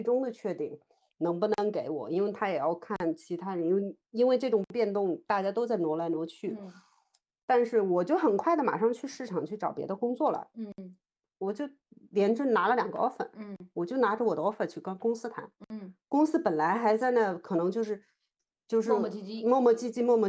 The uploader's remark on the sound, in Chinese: 本期用腾讯视频录制的，音频效果有点差强人意，还请大家多担待！